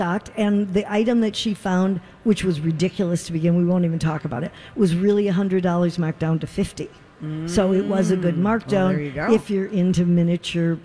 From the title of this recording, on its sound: Live form the Galleria